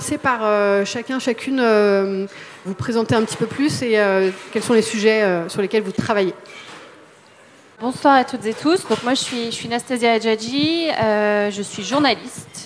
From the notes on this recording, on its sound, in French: Conférence enregistrée en public à la REcyclerie, en partenariat avec le podcast Présage.